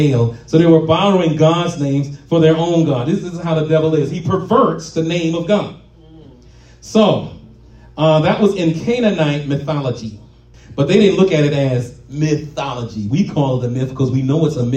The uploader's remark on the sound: live at RACC